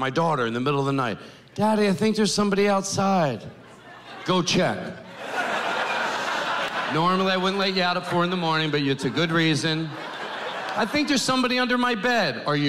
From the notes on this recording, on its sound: In this caustic comedy special. Makes audiences howl.